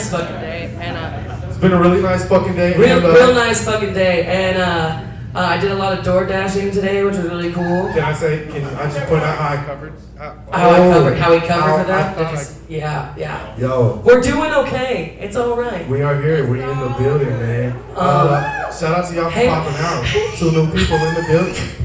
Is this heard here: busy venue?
yes